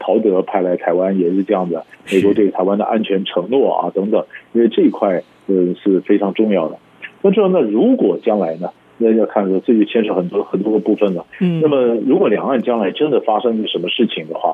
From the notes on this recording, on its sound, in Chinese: 連線訪問